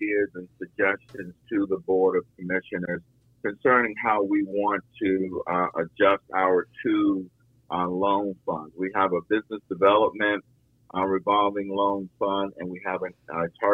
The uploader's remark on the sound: talks by phone